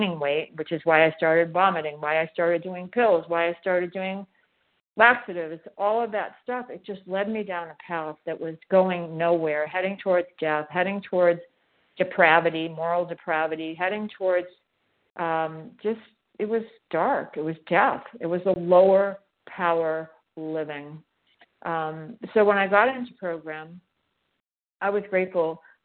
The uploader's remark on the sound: from the 100 Pounders Phone Meeting